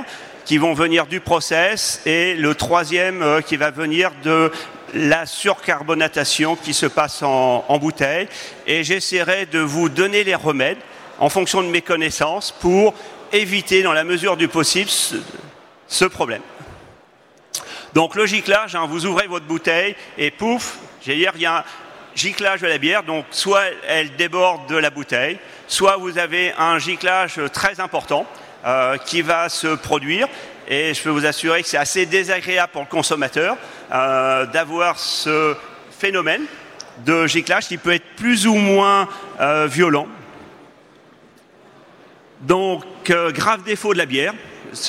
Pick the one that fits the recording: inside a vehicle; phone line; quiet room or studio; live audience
live audience